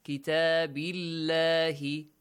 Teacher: The lam in the word Allah, it is pronounced lightly.